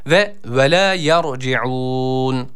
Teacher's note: Ra harfimiz burada yine kalın okunması gerekiyor. Kendisi sakin, kendisinden önceki harfin harekesi üstün olduğundan dolayı.